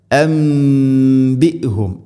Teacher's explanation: സാക്കിന നൂന് ശേഷം ബാ, നൂന് സാക്കിനയ്ക്ക് ശേഷം ബാ വന്നാൽ നൂനിനെ മീമാക്കി മാറ്റണം. ഇഖ്ലാബ് എന്നാണ് അതിന് പറയുക.